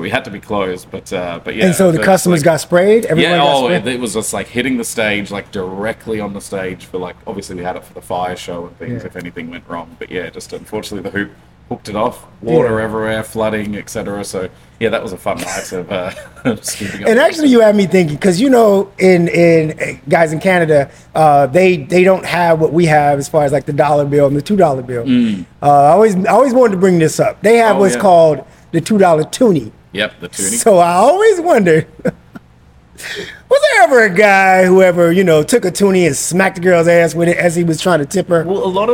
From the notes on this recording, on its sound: Speak about the nightlife scene on location inside of Lamplighter Bar in beautiful Gastown, Downtown Vancouver, B.C.